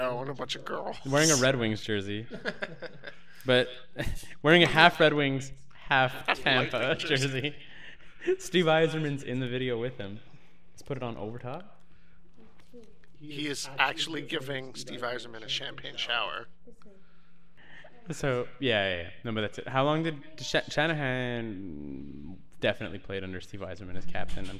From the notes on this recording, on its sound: that annoying echo is almost omnipresent in this recording